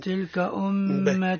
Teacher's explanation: الميم مشددة أي إظهار الغنة فيها